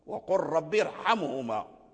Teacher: إذن يعني الكسر منفصل عن الراء، الكسر منفصل عن الراء. فلما كان منفصلا يعني الكسر عن الراء لا يجلب الترقيق، فتبقى الراء على أصلها وهو التفخيم.